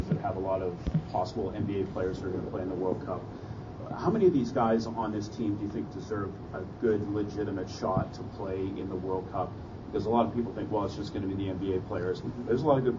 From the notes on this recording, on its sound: Canada Basketball post game press conference. Met post-game with the media.